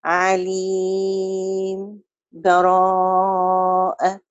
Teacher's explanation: وهو السكت على عليم، سكتة لطيفة بدون تنفس، والابتداء ببراءة